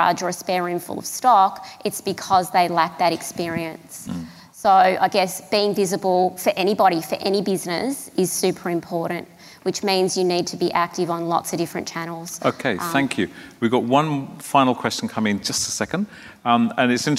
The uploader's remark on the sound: Another panel discussion from Melbourne’s Flying Solo Live event.